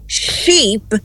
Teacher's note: Com a fricativa sopradinha sheep, e o i é longo, i de Maria, ia, sheep, não sheep, sheep. · Term: i longo